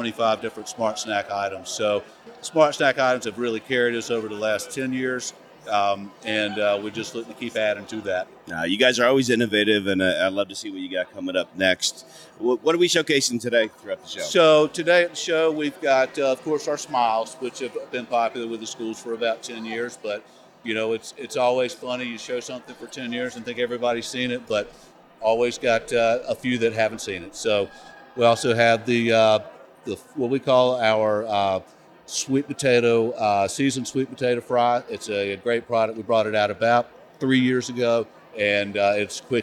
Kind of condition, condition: setting, busy venue